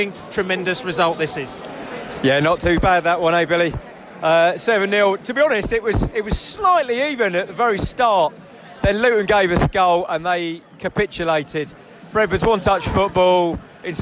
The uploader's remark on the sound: Post-Match Podcast From The Pub